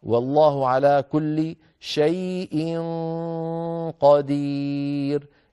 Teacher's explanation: فتخرج النون يعني صوتها يخرج مفخما